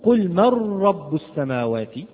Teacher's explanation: حدث تكرار لحرف الراء، وهذا التكرار يعد لحنا، هذا التكرار في الراء التكرار الزائد يعد لحنا.